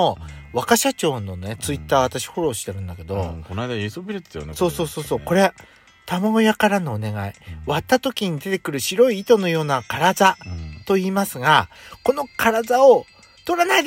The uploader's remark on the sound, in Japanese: 2人組。パーキング収録。